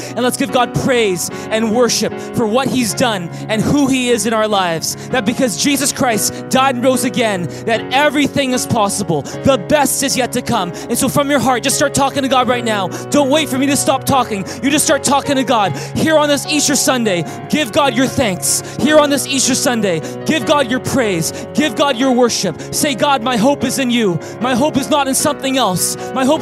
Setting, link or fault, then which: setting, large echoing room